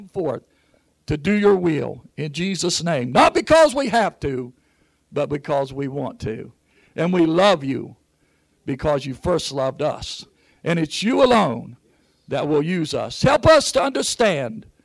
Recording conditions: large echoing room